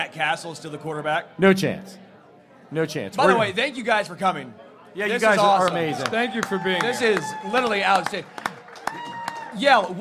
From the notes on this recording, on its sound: LIVE from Kansas City. LIVE from Tanner's on Rainbow Blvd.